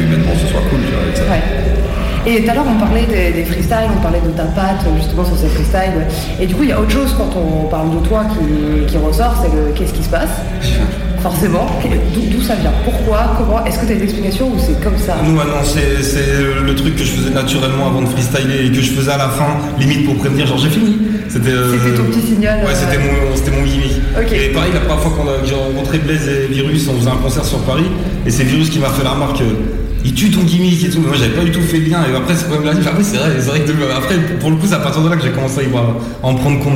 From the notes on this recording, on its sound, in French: Nous étions début septembre du côté de Montbrison pour la deuxième édition Urban Show. Un très bon moment partagé coupé par nos interviews que nous avons donné pendant le festival.